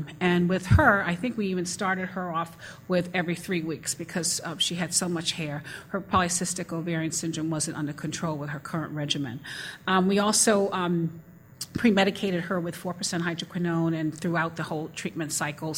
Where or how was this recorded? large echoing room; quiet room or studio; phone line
large echoing room